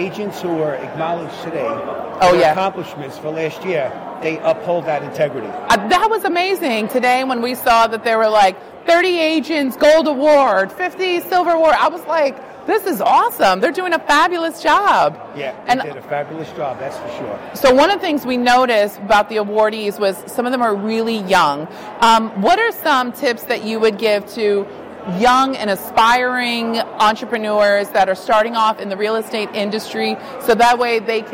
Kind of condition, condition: setting, busy venue